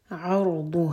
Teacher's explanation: ضاد ہیوی ضاد زبان کی سائڈ سے پڑھا جاتا ہے